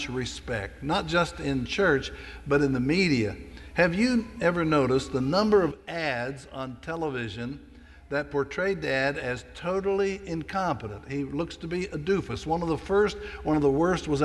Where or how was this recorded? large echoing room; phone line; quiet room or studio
large echoing room